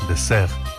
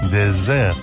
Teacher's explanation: se pronuncia con una S sonora, como la que antiguamente tenía el castellano · Shown in: second take · pero ya no, y que, por ejemplo, siguen teniendo en su sistema fonológico el catalán valenciano o el portugués.